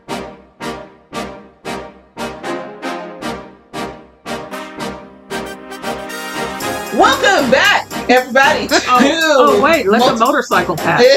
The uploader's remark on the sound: Sound issues still tried to derail us